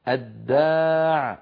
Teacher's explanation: أدغمنا اللام في الدال